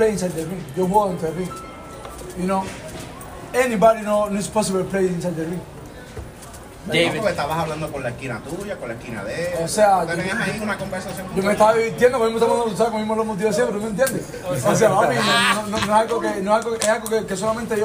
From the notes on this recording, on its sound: In the press conference at the Armory. The high-energy, multi-lingual post-fight press conference, presented in its entirety by the Minnesota Fight Night podcast.